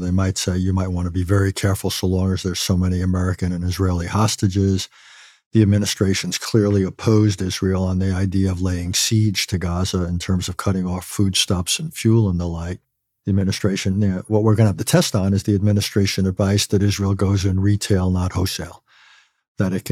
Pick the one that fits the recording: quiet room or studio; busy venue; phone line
quiet room or studio